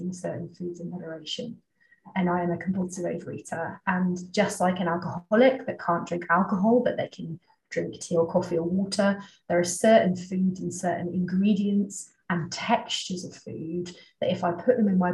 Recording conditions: video call